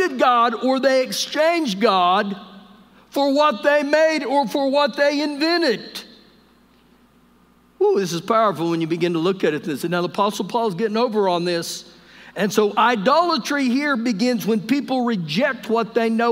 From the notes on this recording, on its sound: Recorded live during our Wednesday night service